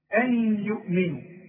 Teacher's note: نون بعدها يا حكمها إيه؟ إدغام. إدغام بغنها